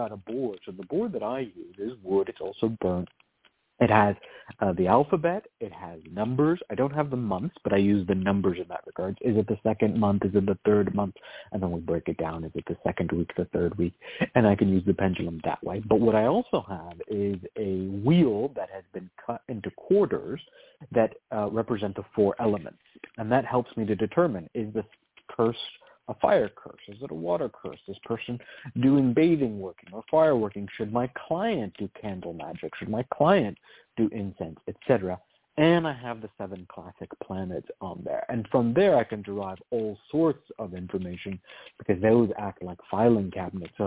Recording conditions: phone line